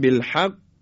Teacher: اما وقتی که مشدد باشه میگیم بالحق، محکمتر و با یک مکس بیشتری میگیم · Term: قلقله